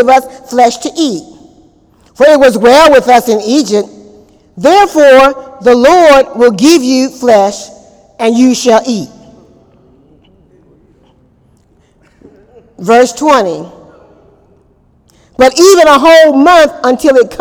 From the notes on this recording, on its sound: During Wednesday night service on April 26, 2018